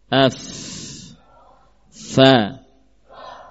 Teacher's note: fa salah satu bibir, yaitu bibir bawah, dengan gigi seri bagian atas, baik ujung gigi seri atas, ya.